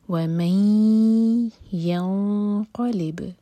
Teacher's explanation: من کا جو نون ہے اس نون کو چھپائیں گے، آگے یا سے مرج کریں گے. ومن ينقلب، تو میں یہاں پر بھی دو سیکنڈس کا ٹائم دیں گے، یہاں بھی دو سیکنڈس کا ٹائم دیں گے.